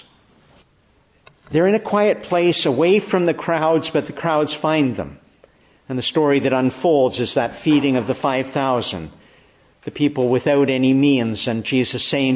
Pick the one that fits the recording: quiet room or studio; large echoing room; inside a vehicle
large echoing room